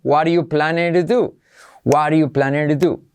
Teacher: La T de what se convierte en R suave, pero el verbo no está.